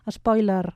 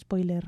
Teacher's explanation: Porta l'accent obert a la O i, evidentment, ja ho pronunciem a la catalana, eh? Amb una E neutra · Shown in: first take · els que són de parlar central.